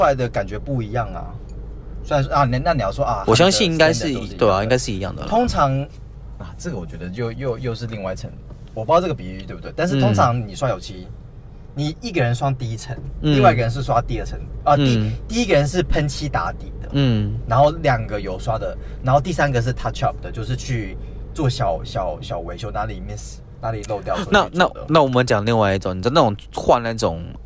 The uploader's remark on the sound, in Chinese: 我們把整個錄音室搬到了車上，在行車的路上